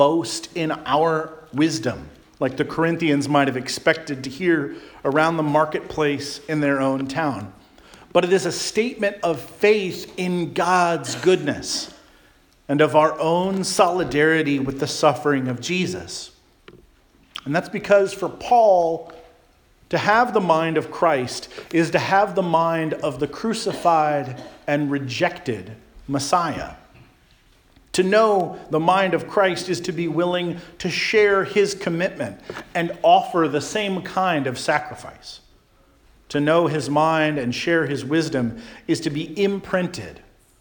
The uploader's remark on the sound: Charles Anglican Cathedral, Bremerton, WA.